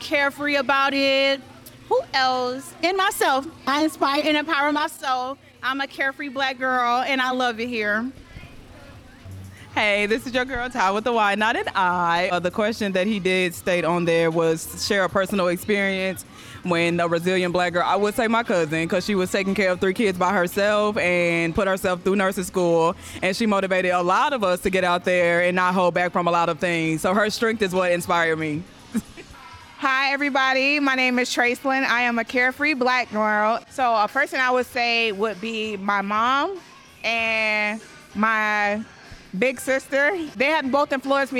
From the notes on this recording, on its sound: Live at #CareFreeBlackGirl Cookout New Orleans. Was recorded live at the vibrant #CareFreeBlackGirl Cookout in New Orleans. Four dynamic guest speakers who were attendees at the cookout.